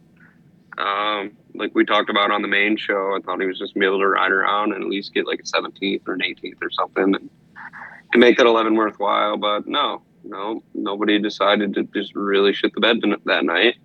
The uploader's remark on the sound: jump on the phone